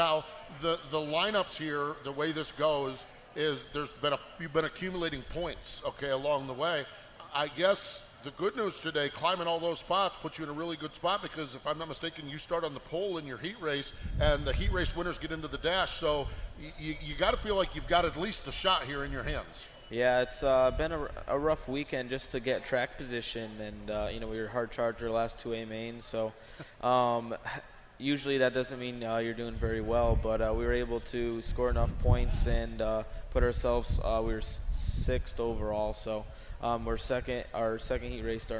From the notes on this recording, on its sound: From the AGCO Jackson Nationals. Live from Jackson Motorplex.